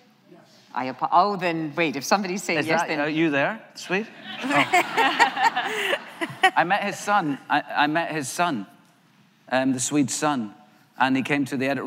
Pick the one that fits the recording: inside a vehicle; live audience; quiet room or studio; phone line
live audience